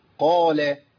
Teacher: قاف مفخمه والف بعديها مفخم تابع ليها قا، اللام مرققه